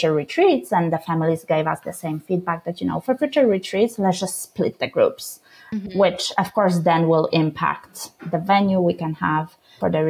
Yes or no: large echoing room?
no